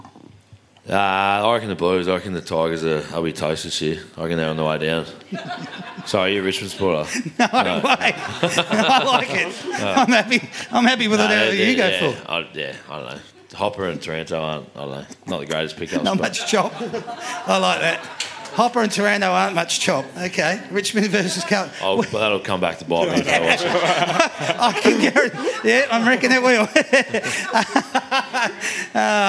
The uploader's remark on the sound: That's Good for Footy panel show LIVE from the Waterfront on the Pier, Port Melbourne